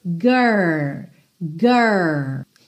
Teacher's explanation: E lembrando que esse R, a gente vai pensar no R da porta com a perna esquerda, sabe? Aquele R com a língua enrolada